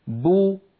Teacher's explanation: فإن كانت الباء مضمومة، خرجت الباء المضمومة بالتباعد بين الشفتين، وصاحب ذلك انضمام للشفتين بو. إذن هناك مصاحبة.